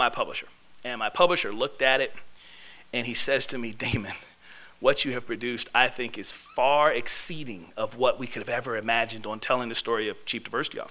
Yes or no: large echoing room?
yes